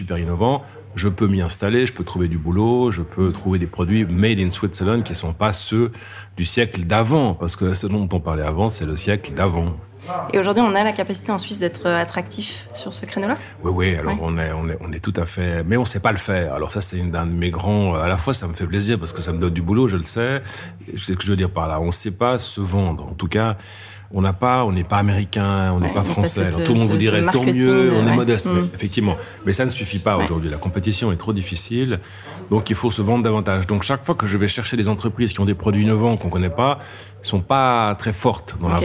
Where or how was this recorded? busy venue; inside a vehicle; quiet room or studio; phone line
busy venue